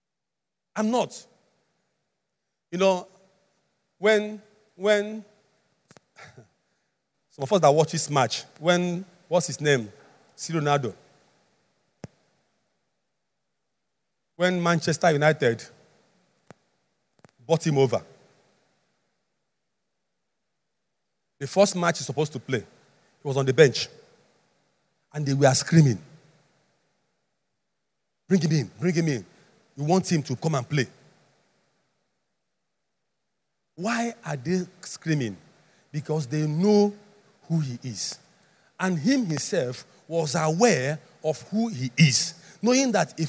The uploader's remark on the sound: Message preached at the Overcomers Church World Outreach - Harvest Land, on Sunday, October 31, 2021.